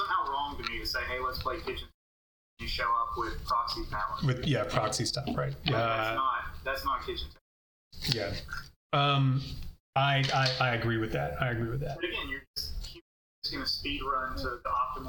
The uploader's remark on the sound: The audio quality is terrible